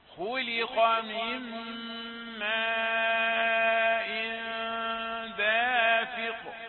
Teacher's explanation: اتصل حرف المد فيه بالهمزة · Term: المد المتصل